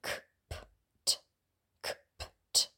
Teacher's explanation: Auch in dem Wort komplett. Hier haben wir dreimal eigentlich stimmlose Konsonanten.